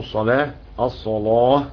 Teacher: وطبعا اللي بيقرا بقى ما يقولش الصلاة طاء، لا الصلاة اللي بياكلوها الصلاة تاء. طبعا الورش بالطريق الازرق تفخيم اللام